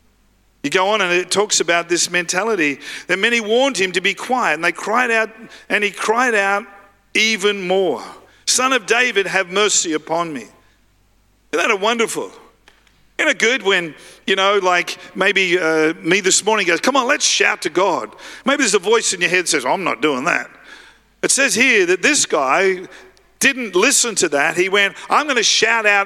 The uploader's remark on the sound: live at Freshwater Church